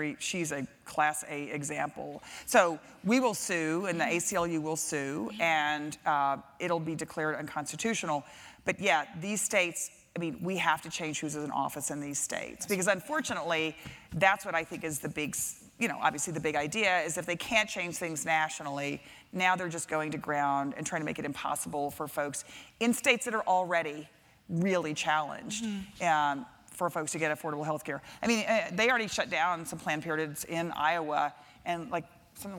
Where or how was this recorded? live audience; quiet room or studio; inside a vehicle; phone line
live audience